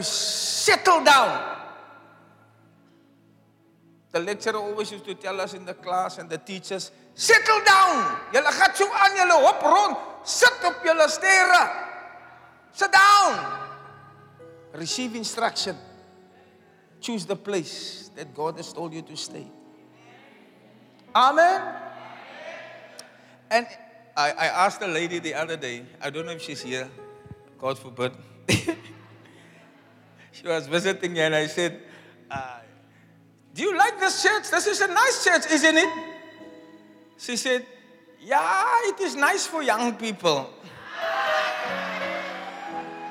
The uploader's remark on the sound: Preached on Resurrection Sunday, at Zion Sanctuary, Cape Town on the 9th April 2023